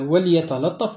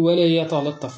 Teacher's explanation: هناك أمر آخر أراد التنبيه له، ذكره ابنه في شرحه، حيث أن ابن الجزري له شرح على نظم أبيه، فقال وكذلك في هذا البيت، قال وكذلك تحافظ على سكون اللام في قوله وليتلطف وعلى ترقيق اللام الثانية · Shown in: first take